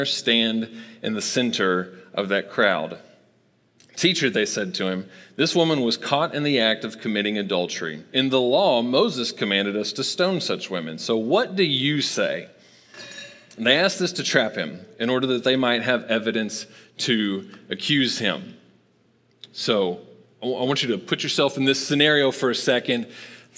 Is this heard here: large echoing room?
yes